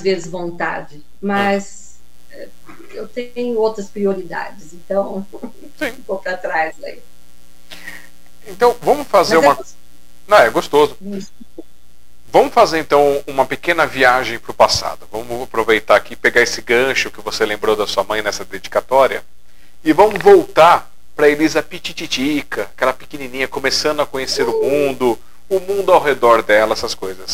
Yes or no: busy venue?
no